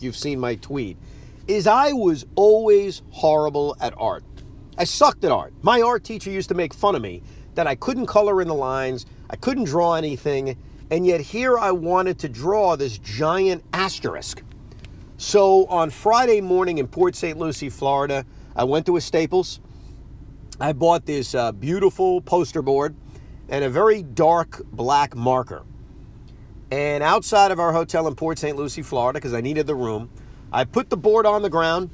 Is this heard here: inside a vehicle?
yes